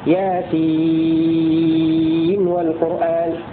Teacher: بإظهار نون ياسين عند واو والقرآن